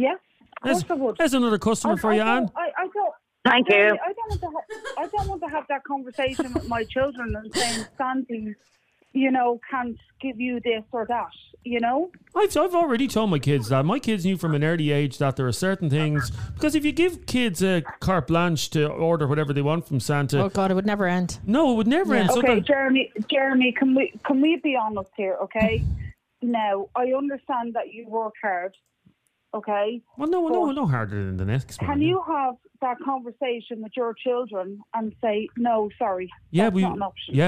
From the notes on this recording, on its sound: A woman phoned in to tell us that she shoplifts for parents for their kids for Christmas. She really divided people, and WW3 erupted live on air...